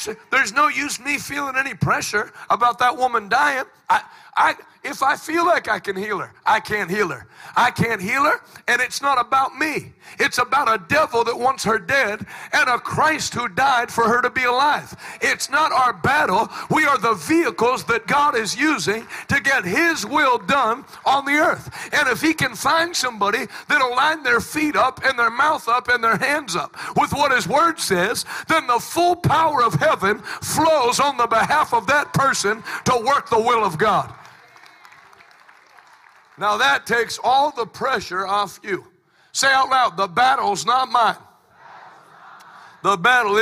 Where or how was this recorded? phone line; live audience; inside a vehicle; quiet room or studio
live audience